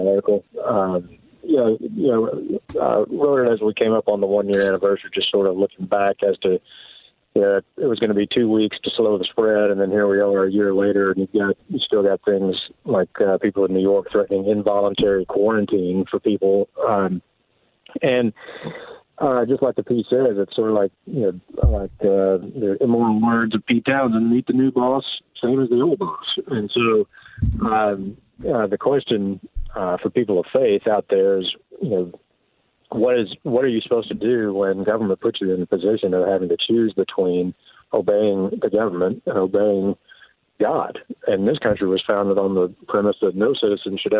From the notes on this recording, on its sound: a few surprise guests call